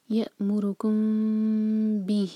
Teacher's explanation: اور بِهِ میں بی پر زور، ہی چار حرکہ مد صلہ کبرا